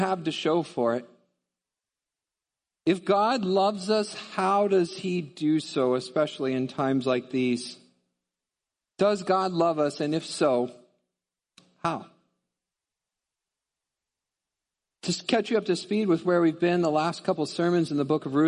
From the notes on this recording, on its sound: Midland Evangelical Free Church Sermon Audio